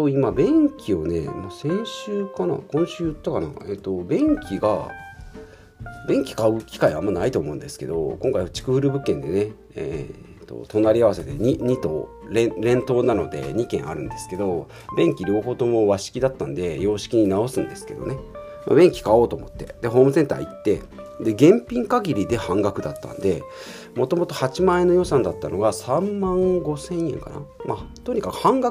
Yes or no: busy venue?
no